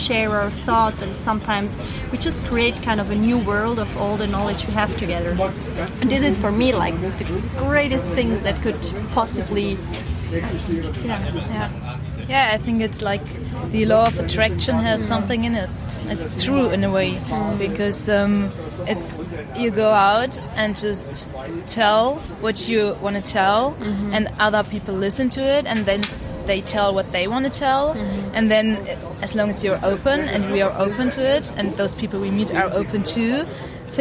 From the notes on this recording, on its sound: It was a windy day, be aware of the noise!